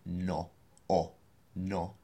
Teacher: And this is no, N-O. So we don't pronounce it like we do in English, which is no. It has to be a much more pure vowel sound.